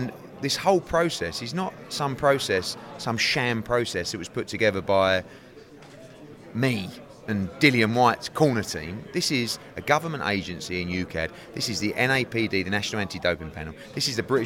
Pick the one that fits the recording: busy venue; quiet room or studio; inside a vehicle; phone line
busy venue